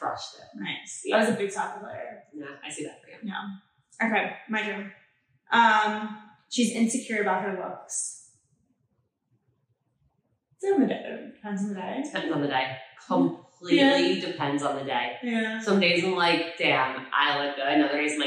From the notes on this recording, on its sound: We lost the mic audio.